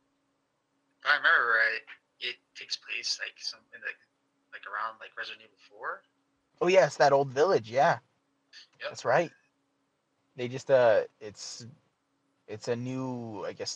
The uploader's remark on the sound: The Snow Is Freezing My Internet. As we encounter technical difficulties, one after another.